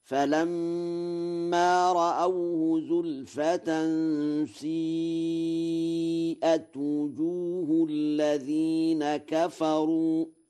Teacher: قرأ ورش سيئت بإشمام الكسرة الضم مزجا بين الحركتين